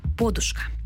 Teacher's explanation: широко зафіксовано наголос на префіксі – подушка. З таким наголосом слово подає словник Грінченка, також правописний словник Голоскевича і російсько-український академічний словник Кримського і Єфремова.